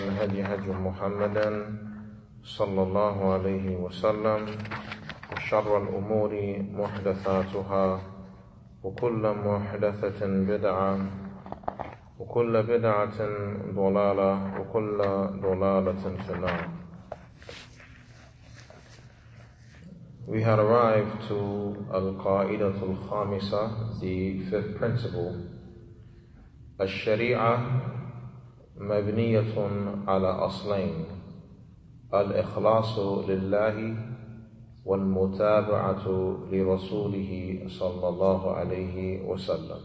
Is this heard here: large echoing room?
yes